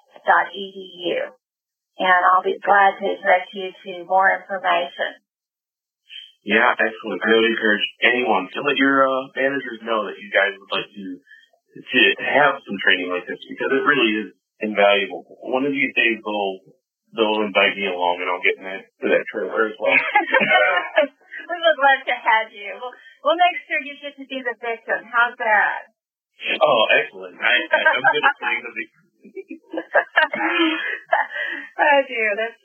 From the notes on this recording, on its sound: The audio is a little rough